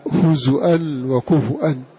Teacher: وقرأ الباقون بضم الزاي والفاء